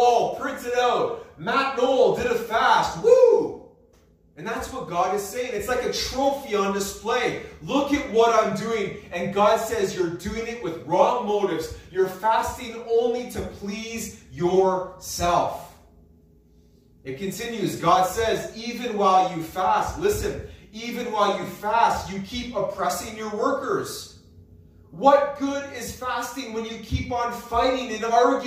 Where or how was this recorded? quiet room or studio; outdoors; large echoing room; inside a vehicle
large echoing room